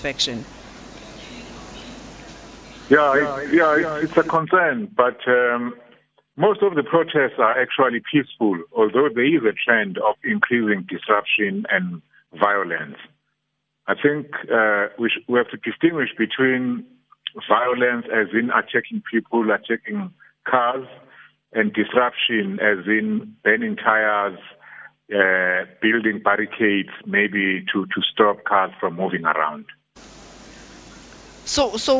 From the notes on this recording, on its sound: Guest (phone)